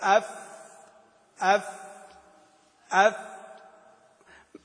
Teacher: لكن طبعا بطن الشفة مع أطراف الثنايا العليا · Term: مخرج الفاء